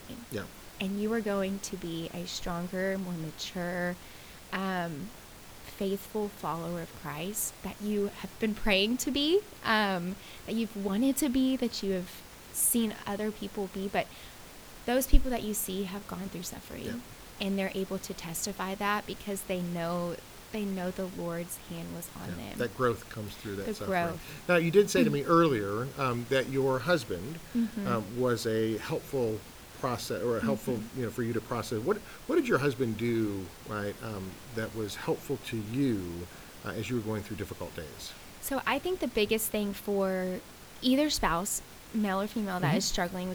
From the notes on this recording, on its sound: Please forgive the underlying static on this recording.